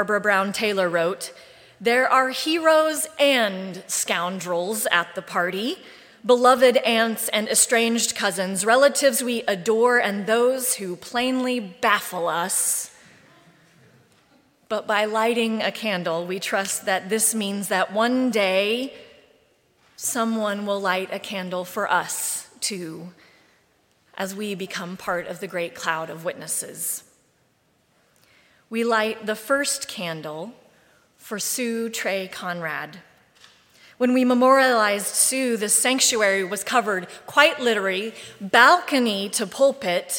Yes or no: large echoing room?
yes